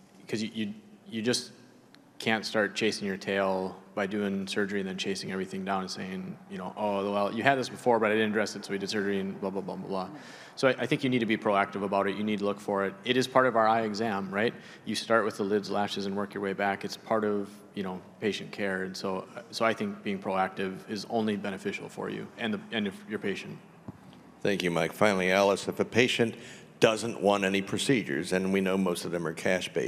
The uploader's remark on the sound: This content was captured during a live symposium.